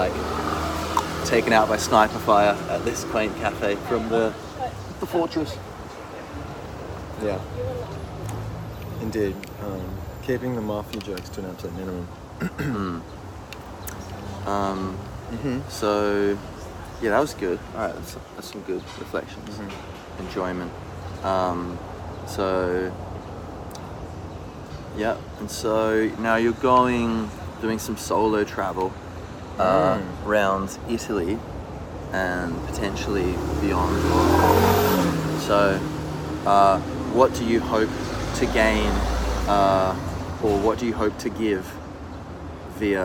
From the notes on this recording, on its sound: We come to you live (so to speak) from outside the walls of the Vatican, sporting sleek Italian shirts, delicious iced coffees and a will to be free.